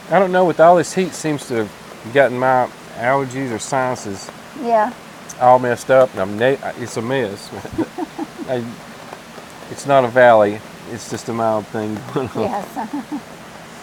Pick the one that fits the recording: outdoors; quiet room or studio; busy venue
outdoors